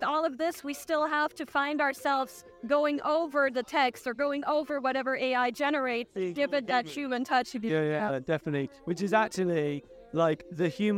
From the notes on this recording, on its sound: We are live from RecFest 2023! The bubbles are blowing and the 360 camera is spinning! We have set up the podcast station for the chance to grab some of the attendees to talk about why they are at the event.